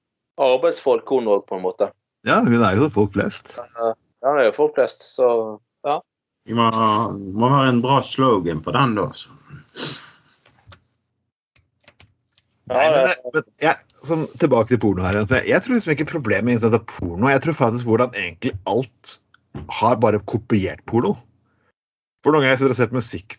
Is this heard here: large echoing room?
no